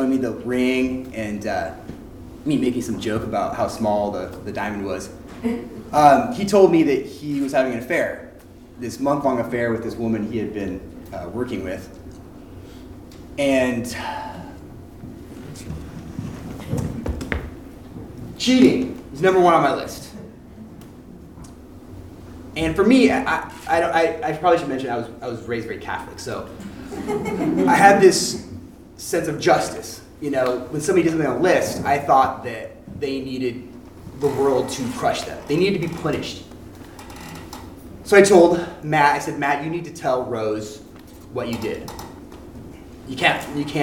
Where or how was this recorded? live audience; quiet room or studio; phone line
live audience